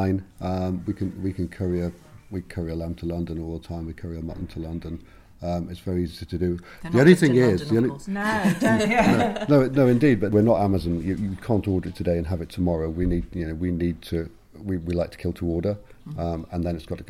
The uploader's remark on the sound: at the Abergavenny Food Festival earlier this year